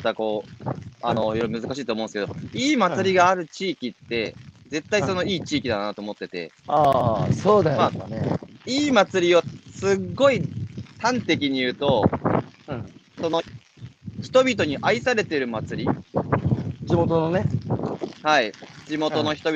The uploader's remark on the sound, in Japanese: 歩くラジオ。歩きながら1時間、対談する。